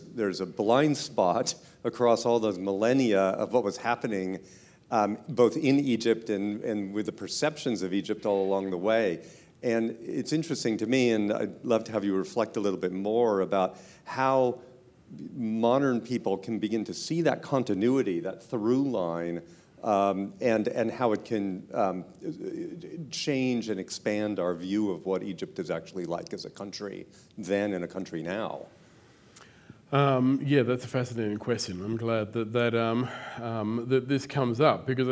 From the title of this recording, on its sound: Live at the AM